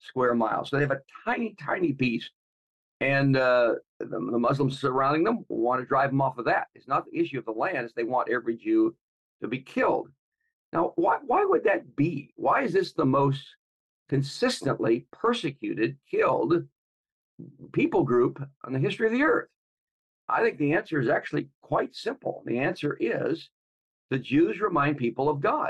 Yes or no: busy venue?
no